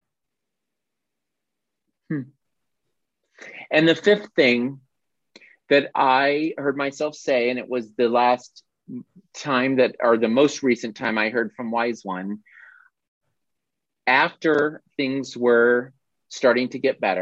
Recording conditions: video call